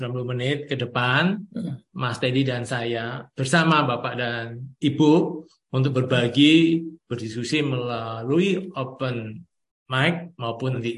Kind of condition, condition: link, video call